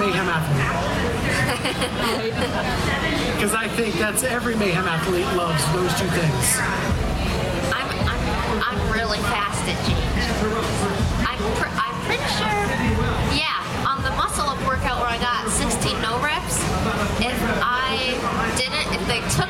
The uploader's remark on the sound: Clydesdale Media Live at Wodapalooza!